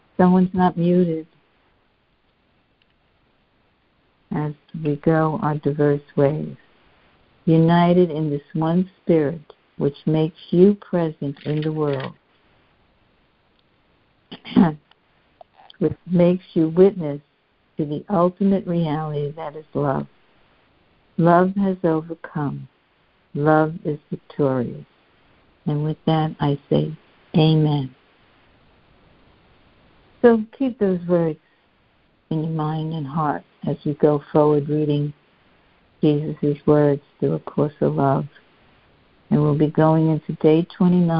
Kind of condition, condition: link, phone line